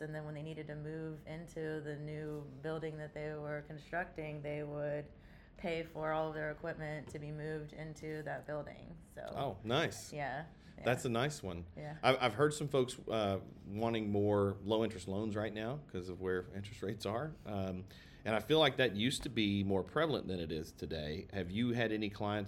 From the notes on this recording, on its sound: live from Myrtle Beach at the Business Facilities LiveXchange Site Selection Event